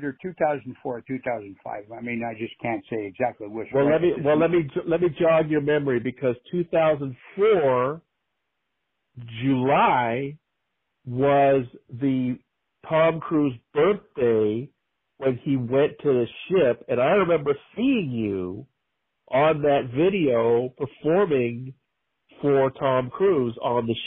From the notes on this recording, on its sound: we must apologize for the technical quality of the call.